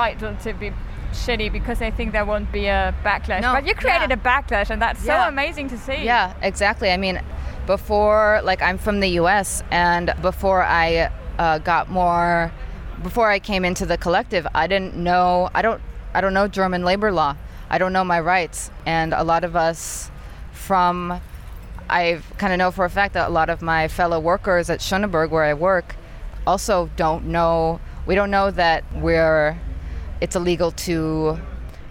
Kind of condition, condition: setting, outdoors